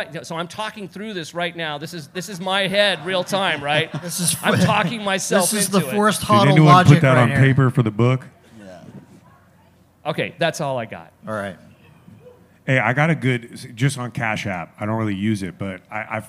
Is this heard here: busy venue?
yes